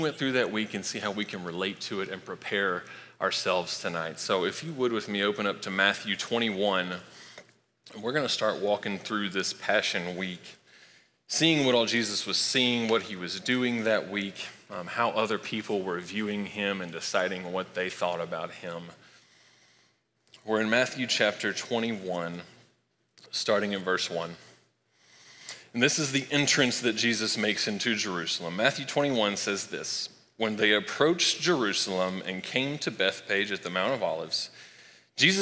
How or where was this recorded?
large echoing room